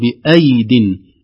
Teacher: ليس فيها مد للياء الأولى وليس فيها زيادة زمن لليد، بل بالضبط كأنها ياء واحدة والياء الثانية فوقها سكون لاعتبارات